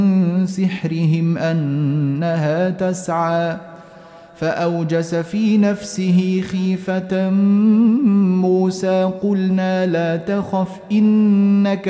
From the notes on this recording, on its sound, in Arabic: مسجل من صلاة التراويح بمسجد السلام بحي مشرفة بجدة.